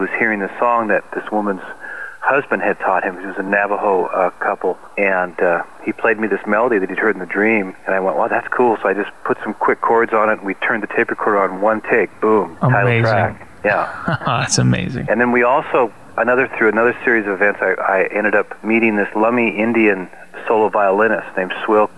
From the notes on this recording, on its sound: On the phone for this interview. Home in Seattle on the patio having some coffee and enjoying the fresh air.